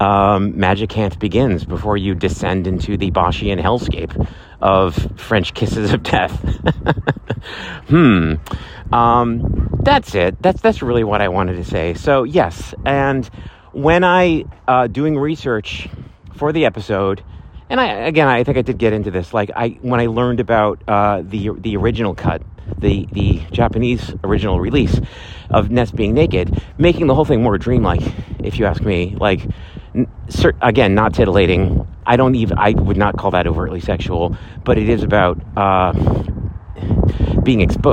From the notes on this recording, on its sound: Live from Central Park!